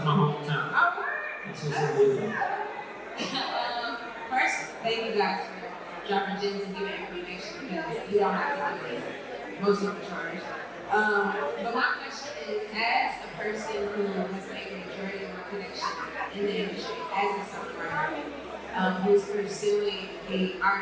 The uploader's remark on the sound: The conversation continues live at Indie Fest in Atlanta Ga. Take their final live audience questions at Indie Fest.